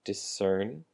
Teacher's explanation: emphasis on the second syllable. Discern.